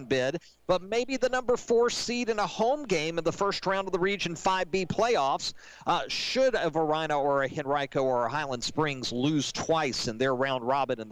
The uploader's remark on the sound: live from SportsPage Grille in Ashland